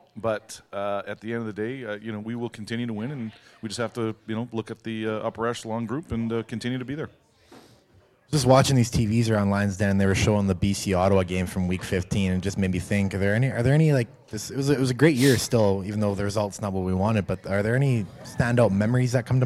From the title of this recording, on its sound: Live From Lions Den In Hamilton